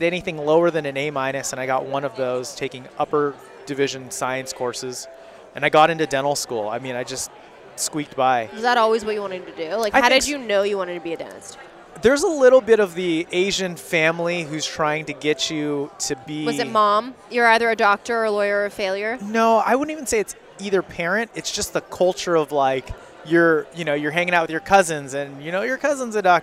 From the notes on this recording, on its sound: Recovering what we thought was lost footage from a live recording at Voices of Dentistry was a win for our team.